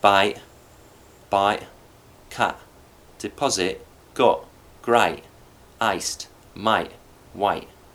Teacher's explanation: Final T is typically a glottal, particularly at the end of a phrase, though sometimes for the theatre we change that to a T so that it's a little bit louder.